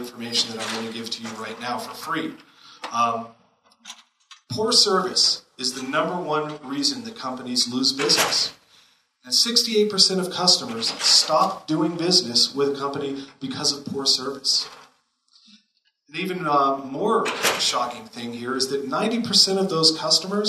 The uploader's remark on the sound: Here is part 7 of the audio from the Helena Montana Medical Growers Assocation Cannabis Symposium that I went to back in September.